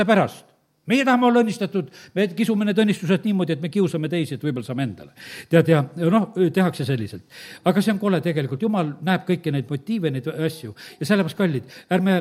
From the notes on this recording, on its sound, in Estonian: Audio salvestus koosolekult